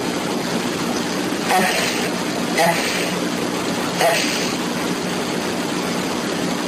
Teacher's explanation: الفاء هتطلع من اطراف الثنايا العليا مع بطن الشفا السفلى